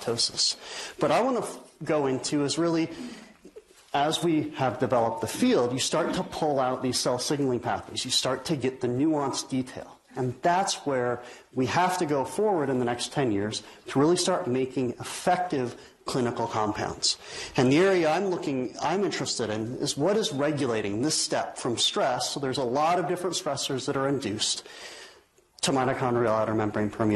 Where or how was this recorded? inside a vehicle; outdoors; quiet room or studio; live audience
live audience